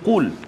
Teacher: qaf dia duduk pangkal ha, lidah kan dekat belakang. Uh, apa di, di, dekat dengan an, anak tekak kan.